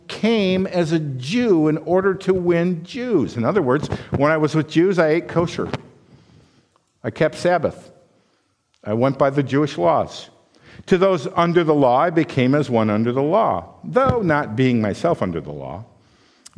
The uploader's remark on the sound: This sermon was preached at Valleybrook Community Church.